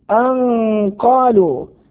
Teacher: إخفاء لوقوع القاف بعد النون الساكنة مع مراعاة تفخيم الغنة